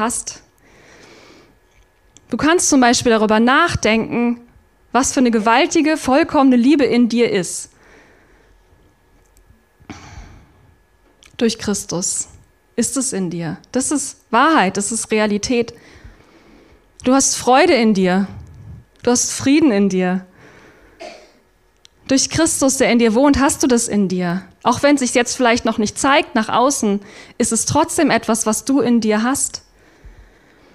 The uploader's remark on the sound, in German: Abendmahls-Gottesdienst. Oktober 2023 aus der Freien evangelischen Gemeinde Augsburg-Mitte.